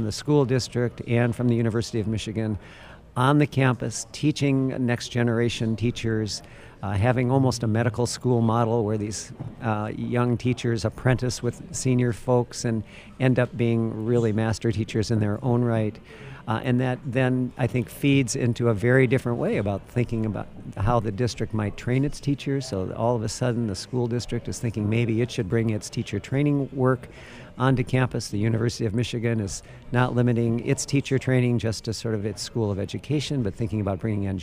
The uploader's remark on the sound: from the 2019 Mackinac Policy Conference